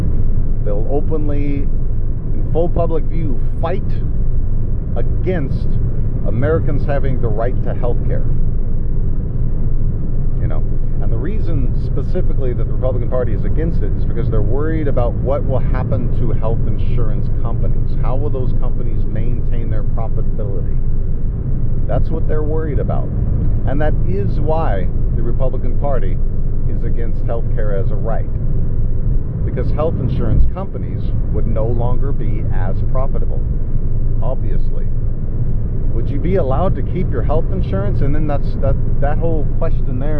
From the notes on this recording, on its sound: Sorry about audio. Wind from driving.